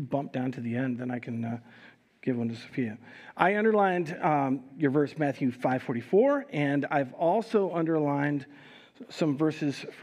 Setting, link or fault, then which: setting, large echoing room